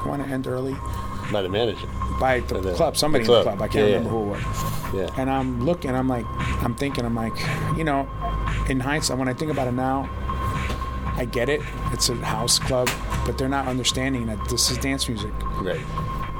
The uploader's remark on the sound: LIVE at ADE